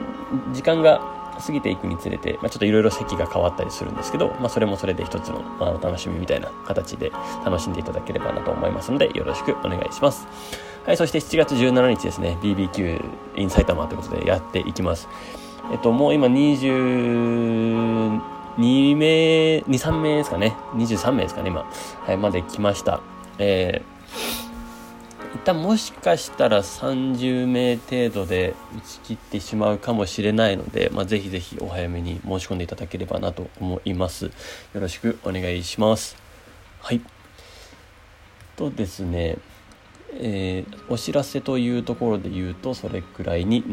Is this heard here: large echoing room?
no